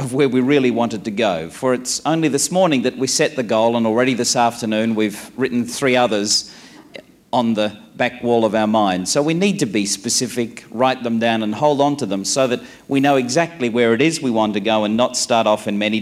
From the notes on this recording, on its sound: This presentation was recorded at a networking conference in Singapore where people were aspiring to manage their own group members.